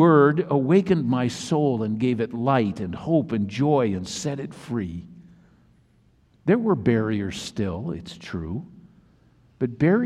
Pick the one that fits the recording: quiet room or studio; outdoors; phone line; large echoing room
large echoing room